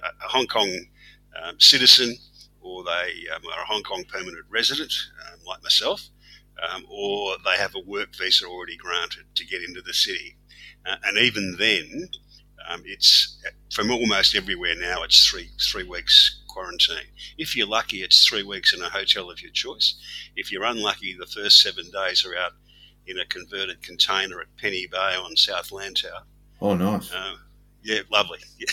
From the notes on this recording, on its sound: The sound is shocking - but microphones are being bought and the situation shall be rectified.